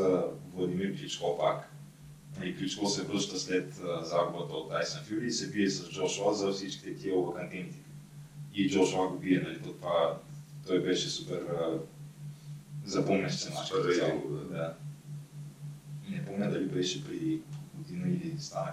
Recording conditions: poor sound quality